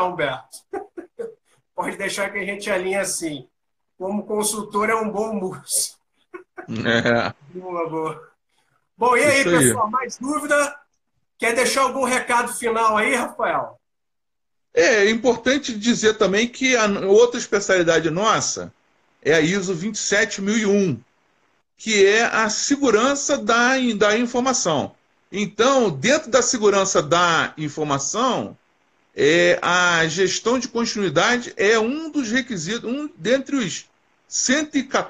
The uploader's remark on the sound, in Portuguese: Este episódio é de uma Live que fiz no Instagram